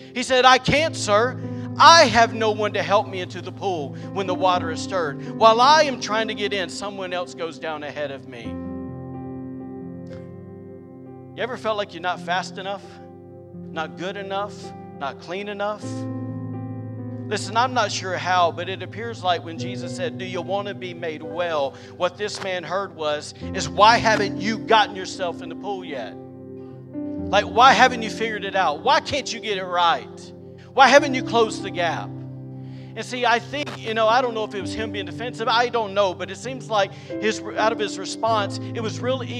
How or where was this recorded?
large echoing room